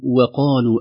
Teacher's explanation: الواو ترفق دائما، وربما نخشى من تأثرها بالقاف